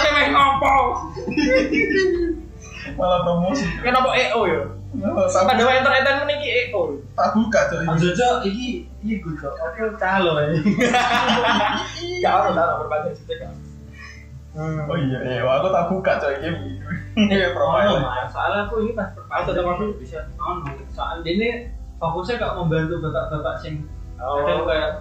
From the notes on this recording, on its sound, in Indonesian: Mohon maaf untuk pertama kalinya kami mengalami kesalahan teknis dalam perekaman audio.